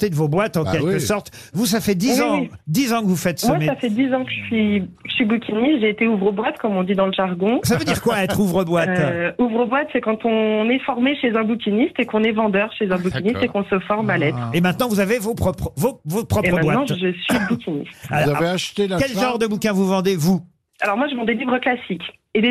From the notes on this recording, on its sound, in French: au téléphone des Grosses Têtes